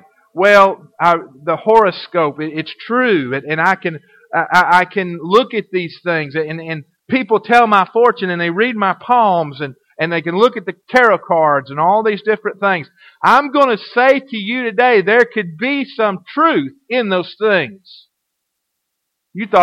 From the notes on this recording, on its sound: Recorded in 2012 at First Baptist Church Red Springs. (Audio starts at 0:06 mark.)